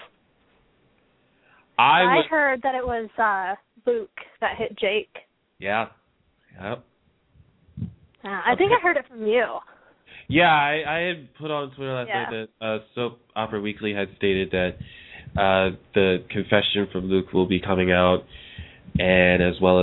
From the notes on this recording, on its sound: A discussion show where fans can call in and voice their opinions.